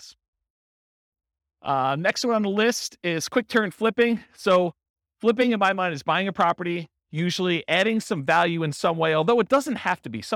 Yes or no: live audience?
yes